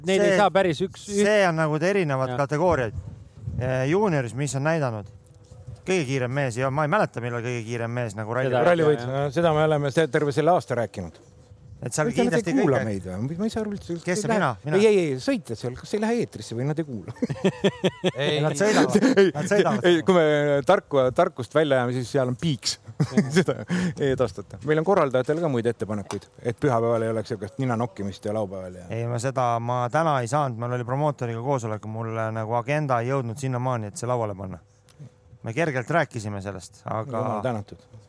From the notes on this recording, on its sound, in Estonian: otse sündmuskohast